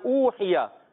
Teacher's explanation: वाउ साकिन से पहले पेश आ गया, वाउ मुद्दा है, एक खींच कर अदा करेंगे